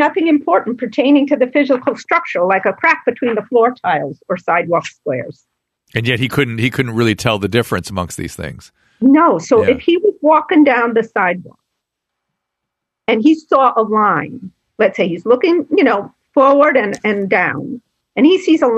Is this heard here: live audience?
no